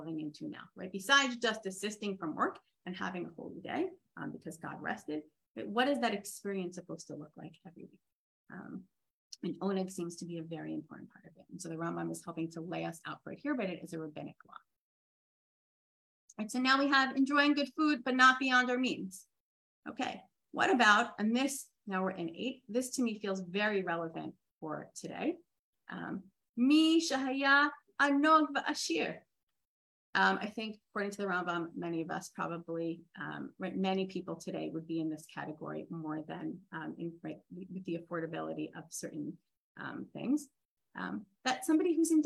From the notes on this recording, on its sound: This audio was originally captured from Zoom on 04/16/2023